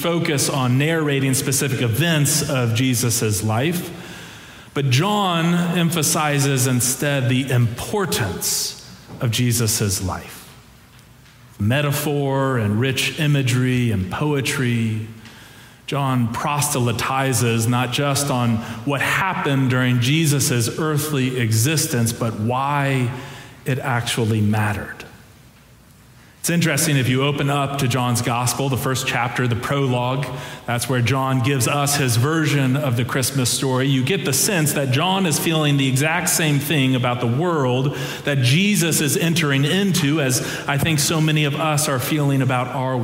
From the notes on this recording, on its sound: Preached during our Christmas Eve Candlelight Services.